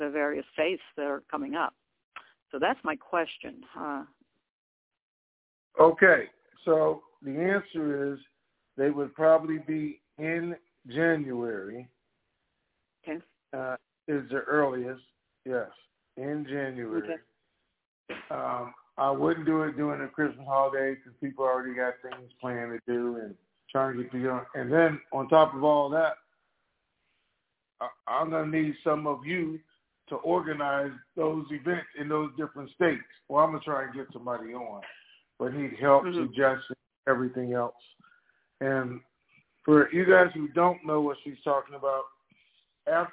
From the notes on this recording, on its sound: TNTSuperfantastic Conference Call